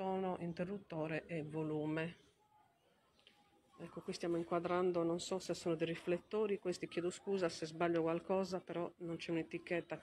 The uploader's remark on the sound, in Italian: Torino - Live dal Museo della Rai con descrizione. Registrazione e caricamento a cura della pedagogista audiodescrittore.